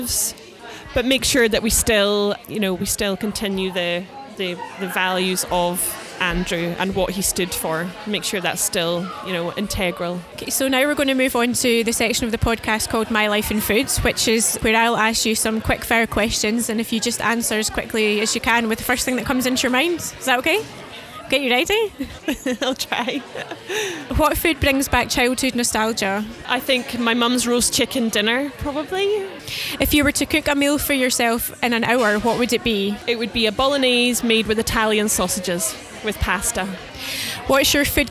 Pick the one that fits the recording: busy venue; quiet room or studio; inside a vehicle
busy venue